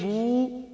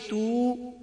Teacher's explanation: الٹے پیش کو واو مدہ کے برابر کھینچا جاتا ہے، کیونکہ الٹا پیش واو مدہ کے قائم مقام ہوتا ہے.